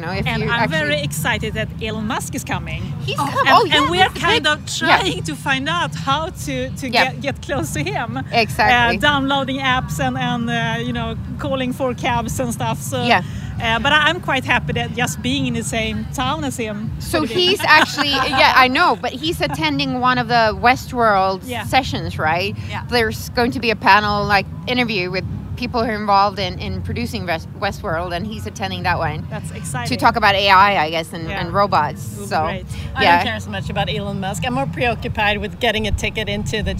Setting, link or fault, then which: setting, outdoors